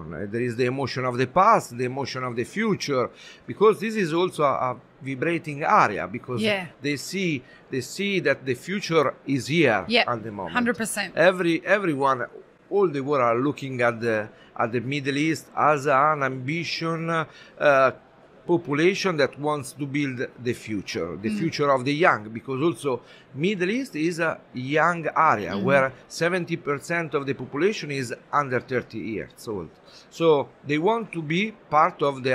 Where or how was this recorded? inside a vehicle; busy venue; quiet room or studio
busy venue